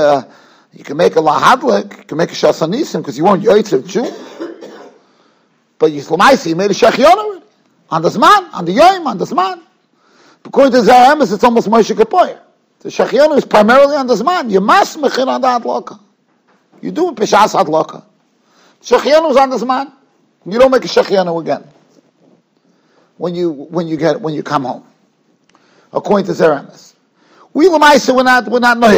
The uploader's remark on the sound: Shiur recorded in Yeshivas Ohr Reuven, Monsey, NY.